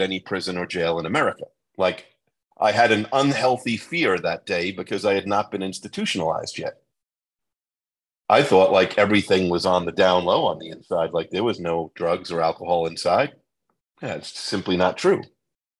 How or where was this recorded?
video call